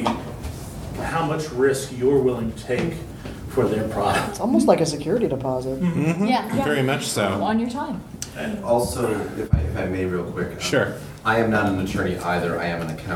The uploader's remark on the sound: In this panel from Balticon 51